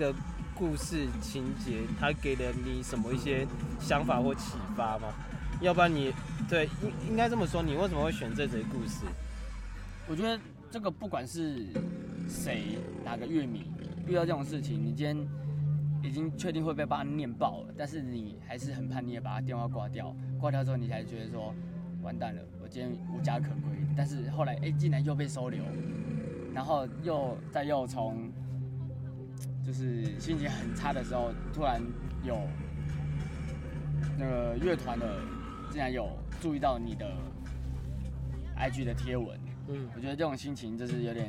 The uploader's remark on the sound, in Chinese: 野外錄出。在意音質者請注意！！！！錄音來自2020年漂遊者音樂祭現場收音。